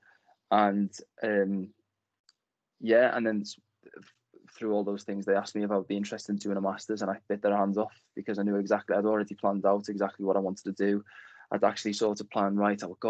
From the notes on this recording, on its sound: This conversation originally took place during lockdown as a video interview rather than audio